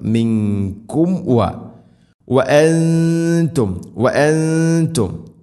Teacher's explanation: രണ്ട് ചുണ്ടുകൾ തമ്മിൽ തട്ടിച്ച് മീമിനെ പൂർണ്ണമാക്കണം